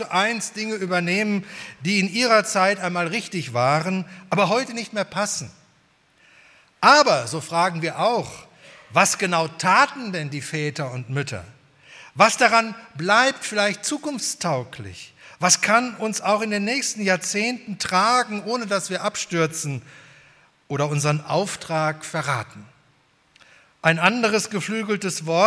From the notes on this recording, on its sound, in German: bei der 120-Jahre-Feier der Liebenzeller Mission